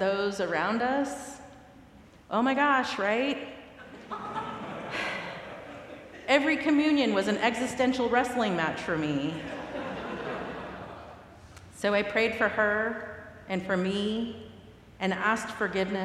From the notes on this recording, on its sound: recorded live at the 10:00am service